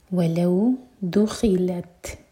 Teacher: تا پر حمز، حمز یعنی کی سانس کو جاری رکھیں گے